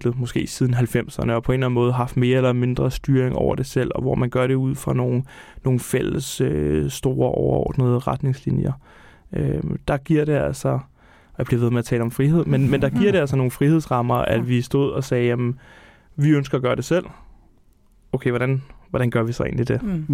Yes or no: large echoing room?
no